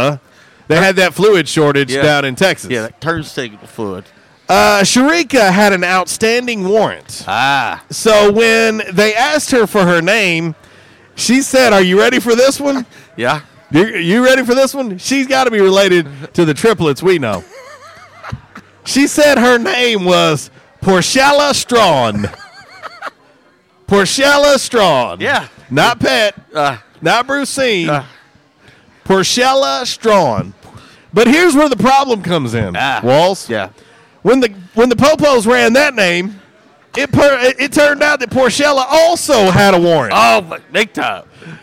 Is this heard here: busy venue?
yes